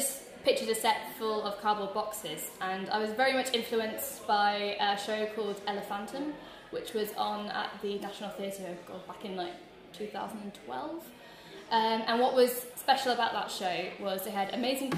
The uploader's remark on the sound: WFTS Podcast from The Greater Manchester Fringe Festival. We're at the Greater Manchester Fringe Festival launch during this episode.